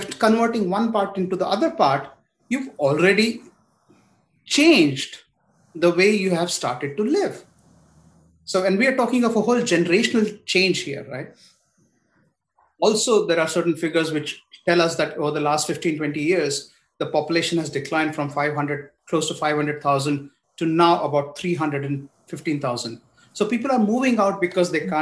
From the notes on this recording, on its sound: A La Trobe Asia event as part of the Australia India Institute’s 'India Week'. Recorded live via zoom.